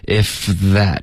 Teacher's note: 两个都是摩擦音，你要直接从一个音滑到另一个